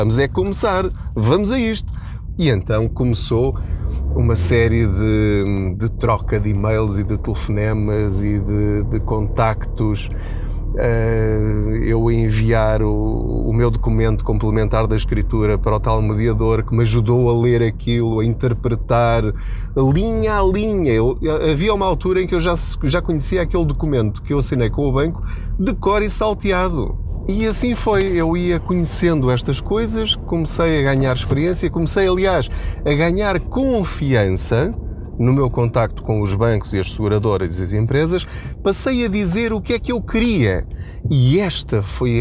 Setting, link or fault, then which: setting, inside a vehicle